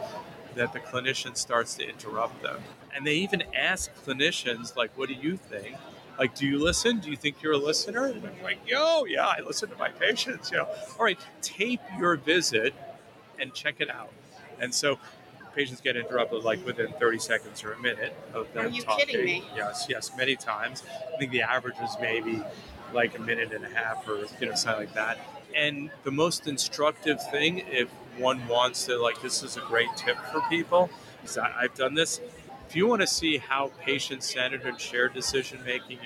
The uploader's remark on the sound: joined The Huddle live at ADCES' 2023 annual meeting in August